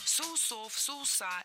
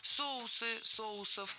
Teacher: Правильный вариант – соусы, соусов. В этом слове неподвижное ударение на основе, то есть всегда ударяем первый слог. · Shown in: second take